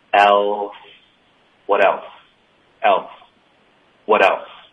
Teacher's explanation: else 也要注意，千万不要动嘴唇，要顶舌头